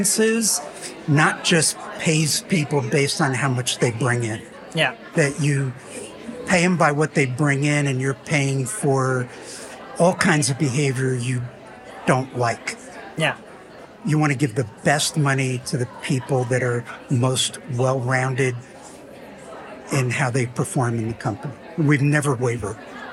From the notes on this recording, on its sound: Live From Strategies TBX23. The Strategies Team-Based Experience 2023 event.